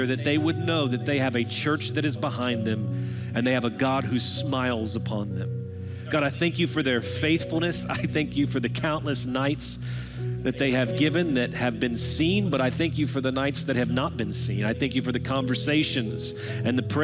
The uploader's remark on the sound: Recorded Live at Brookwood Church